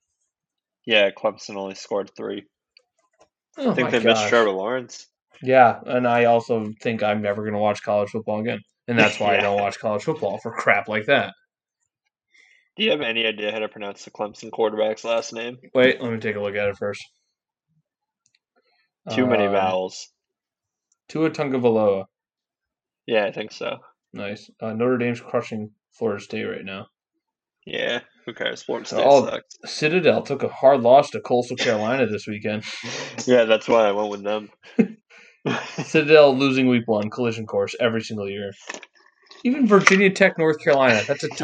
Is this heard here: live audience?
no